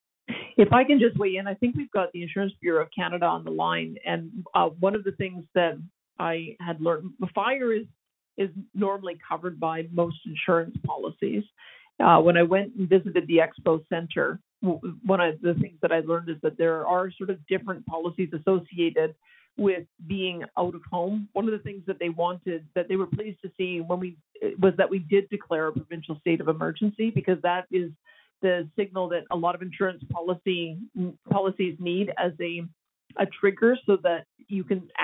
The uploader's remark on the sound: Wildfire Evacuee Information Telephone Town Hall. Albertans evacuated due to the wildfires are invited to join a nightly telephone town hall for situation updates and answers to questions.